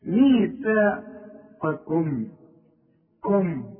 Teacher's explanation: عندي قاف عالية قوي في التضخيم، وبعدين عندي كاف مرققة